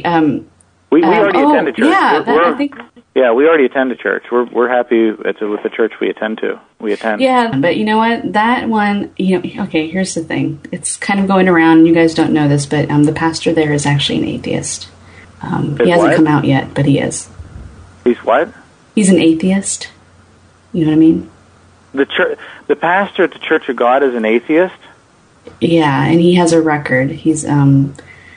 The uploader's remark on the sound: RBCP's Personal Prank Phone Calls Collection